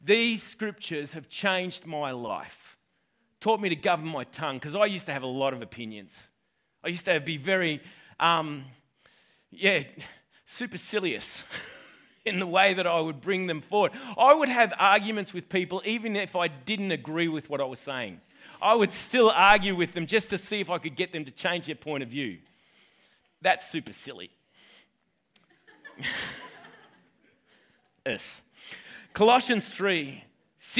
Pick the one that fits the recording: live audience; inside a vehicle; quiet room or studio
live audience